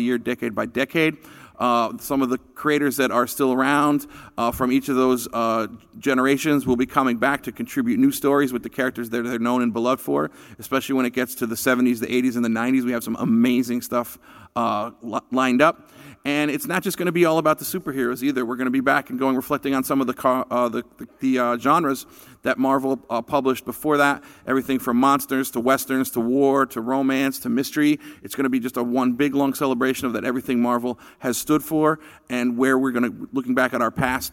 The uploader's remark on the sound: Live at San Diego Comic-Con 2018